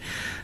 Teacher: huruf kaf ni juga dia bersifat dengan sifat istifal. Artinya kena nipis.